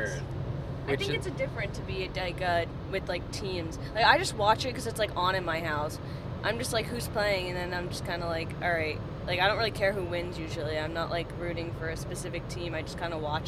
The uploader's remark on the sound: PULLED OVER for podcasting in the car.